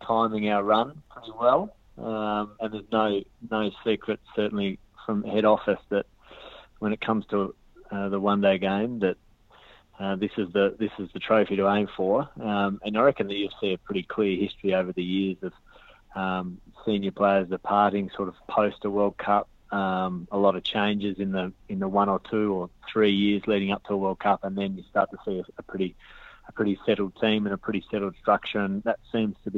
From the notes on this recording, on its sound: Is on the phone from Tasmania to ask what the score is. Calls from a Birmingham pub to tell us that it's coming home again.